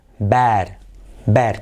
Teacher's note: hacían la E tan abierta que parecía una A